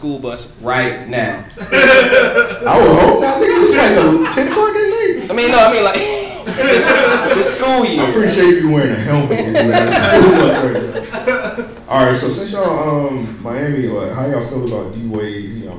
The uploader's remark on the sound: LIVE FROM MIAMI. We go live for the first time at FilmGate Miami in front of a crowd. We interact with our amazing audience.